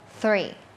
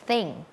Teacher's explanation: เป็นเสียงแบบ unvoicedคือออกมาแค่ลมเราเอาลิ้นเนี่ยมาวางตรงกลางระหว่างฟันบนกับฟันล่างอย่างนี้เนาะแล้วก็ปล่อยลมออกมา